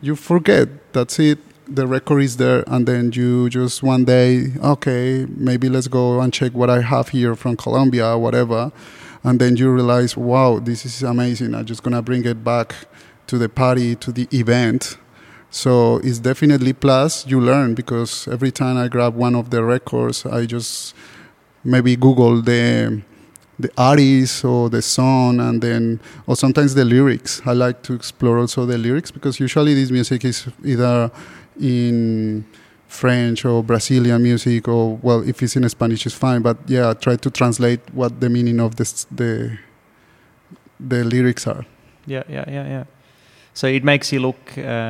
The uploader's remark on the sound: Live conversation in the gallery